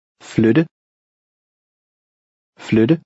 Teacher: The T has a combination T-D sound.